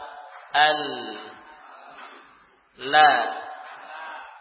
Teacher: Kalau lam tepi depan saja ditempelkan ke gusinya. Jadi tidak menempel gigi namun menempel bagian atas gigi atau di atas gigi.